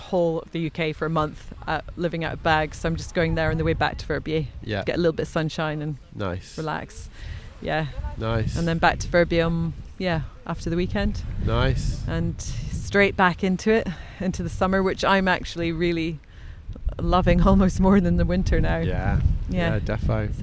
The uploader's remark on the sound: We recorded this one on Brighton beach in mid May.